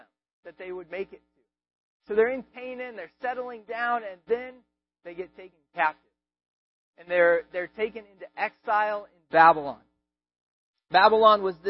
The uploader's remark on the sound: We apologize for the audio quality